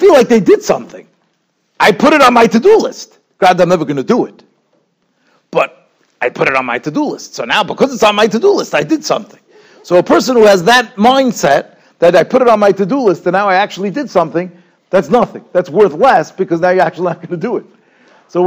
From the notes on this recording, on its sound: Shiur recorded in Yeshivas Ohr Reuven, Monsey, NY.